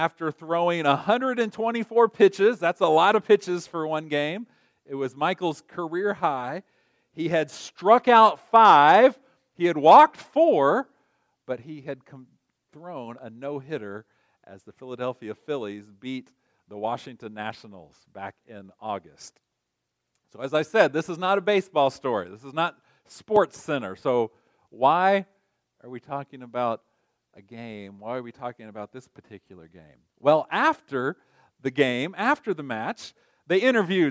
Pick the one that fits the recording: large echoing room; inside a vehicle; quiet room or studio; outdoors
large echoing room